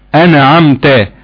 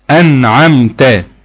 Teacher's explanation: الناظم بينبهك على إظهار النون وعدم قلقلة النون · Shown in: second take · في بعض الناس بتخطئ وتقول أنا عمتا هنا يعني أنا دي قلقلة، ما ينفعش لا تصح، أنعمتا.